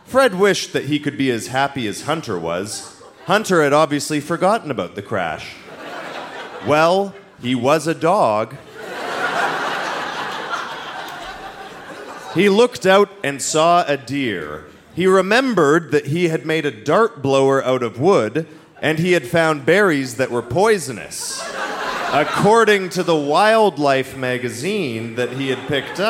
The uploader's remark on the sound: (Saskatoon). Recorded live at the Cosmo Seniors Center as part of Winterruption 2017.